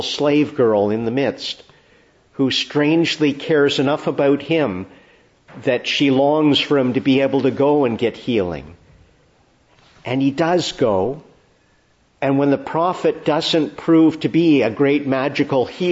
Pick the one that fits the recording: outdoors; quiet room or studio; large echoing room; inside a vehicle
large echoing room